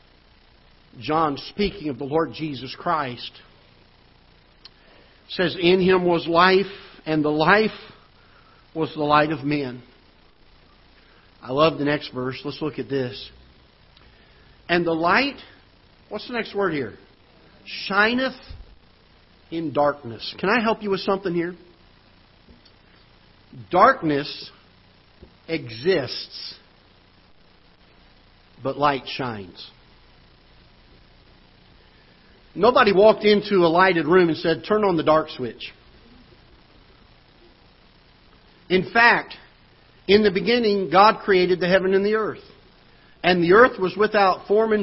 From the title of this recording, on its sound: Ketha Heights Baptist Church ~ Live Broadcast